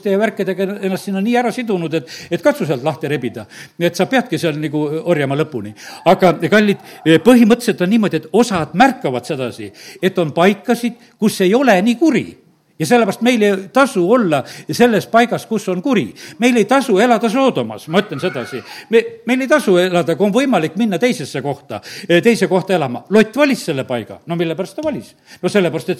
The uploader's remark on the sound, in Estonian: Audio salvestus koosolekult